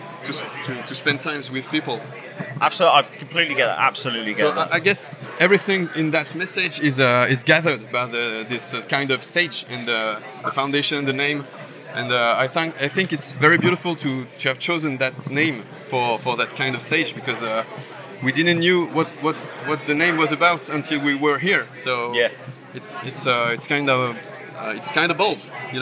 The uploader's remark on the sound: From our 'Live from Bloodstock 2023' series.